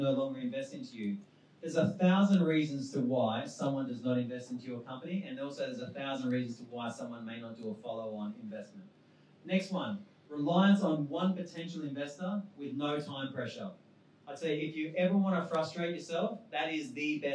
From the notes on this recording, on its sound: Recorded on our launch at WeWork Pyrmont in August